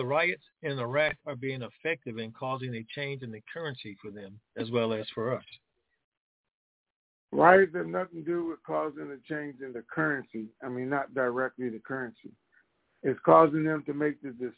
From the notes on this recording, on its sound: TNTSuperfantastic Conference Call